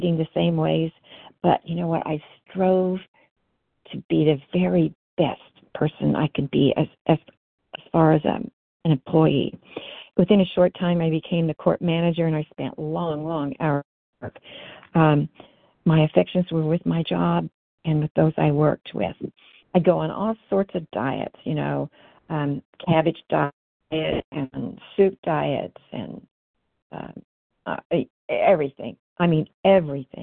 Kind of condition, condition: link, phone line